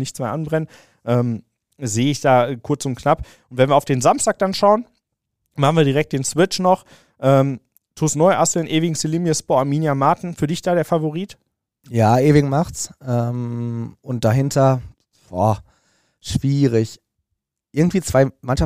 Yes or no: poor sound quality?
no